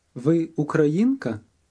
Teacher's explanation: Listen again. Note that the high point of the sentence is on the third syllable of the word Ukrainian. Then the tone drops back.